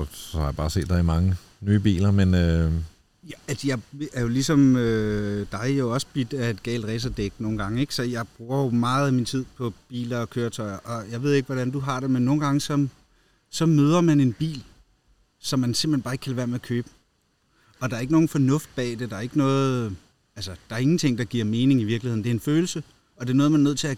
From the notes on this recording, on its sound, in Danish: optaget i …s have sommeren '23